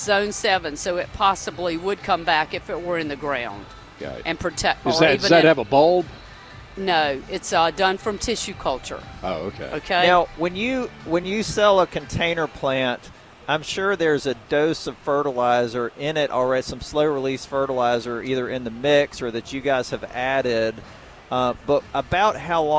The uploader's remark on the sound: broadcasting live from the NC Pet Expo